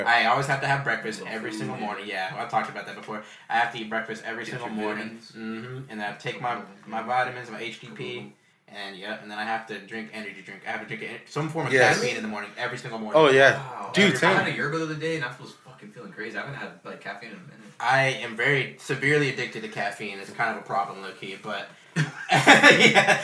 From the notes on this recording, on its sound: Sorry about the audio not sounding as clear as usual, we are still working some shit out!